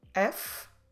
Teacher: We're dropping the last I or E in Portuguese as we always do.